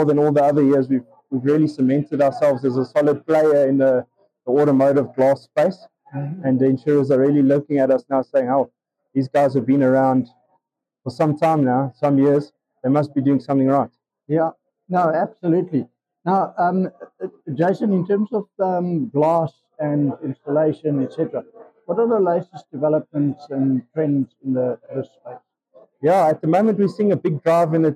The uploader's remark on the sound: at the #AIE2023 conference.